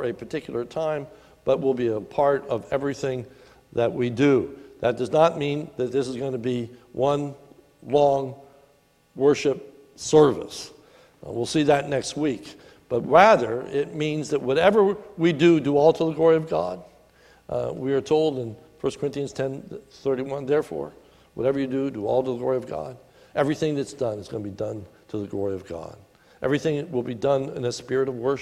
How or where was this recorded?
large echoing room